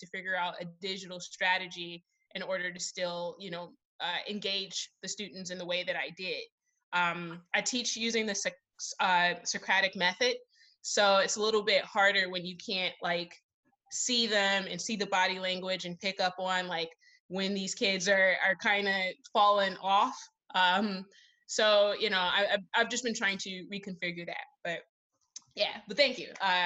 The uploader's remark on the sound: Recorded at one of our online music tech meetups